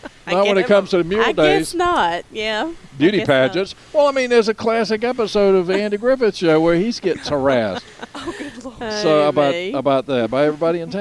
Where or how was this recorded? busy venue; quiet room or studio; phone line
busy venue